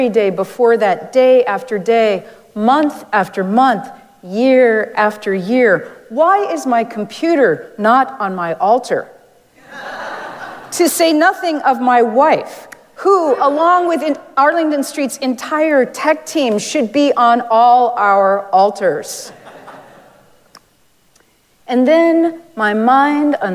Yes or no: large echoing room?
yes